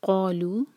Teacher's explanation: دو syllable والا ورڈ ہے، پہلے لیٹر پر زور دیں گے